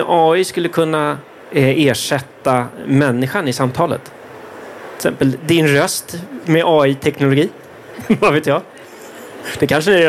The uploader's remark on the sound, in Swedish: Live-samtal direkt från E-hälsa + MTVe mässan.